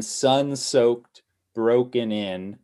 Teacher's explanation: which is kind of like three stress syllables in a row there